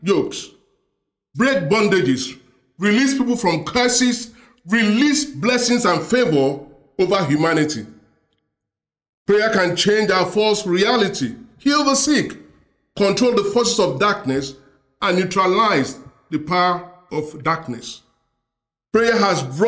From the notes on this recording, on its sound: preached during the Sunday Service